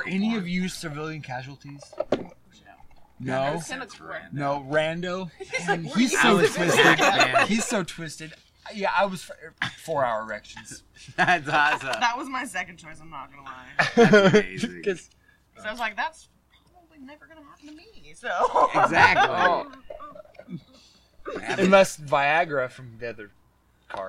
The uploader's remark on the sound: Recorded outdoors.